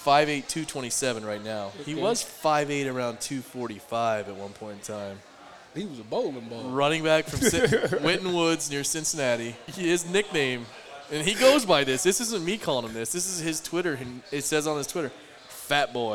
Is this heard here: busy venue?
yes